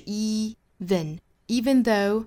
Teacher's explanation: even,第一个音是紧音啊，注意是 even, even though,这个 though 跟 I 之间可以做一次停顿。那 even though I pretend,或者是我们语速比较快的话就直接连上了。Even though